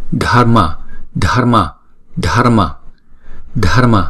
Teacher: Không có đọc rõ là chữ R mà là đánh lưỡi thôi.